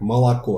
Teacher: в основном в Москве безударный О произносится как А, как молоко, например, да?